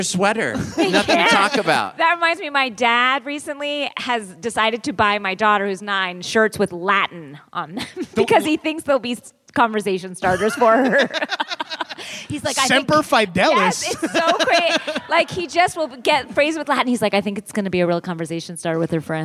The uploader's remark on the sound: Live from Treefort Music Festival